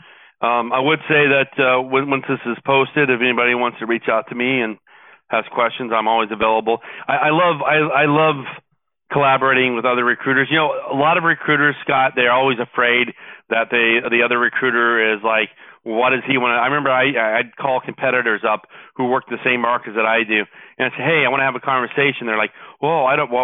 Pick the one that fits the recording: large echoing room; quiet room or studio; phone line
phone line